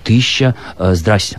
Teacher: это истории, связанные с просторечным типом владения языком, для которого характерно выпадение слогов.